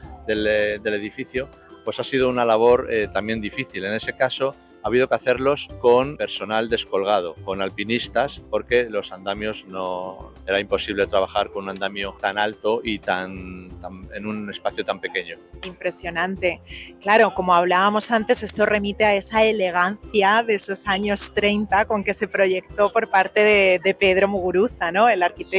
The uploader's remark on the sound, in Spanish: Nuestro octavo paseo sonoro nos acerca a la emblemática y centenaria Gran Vía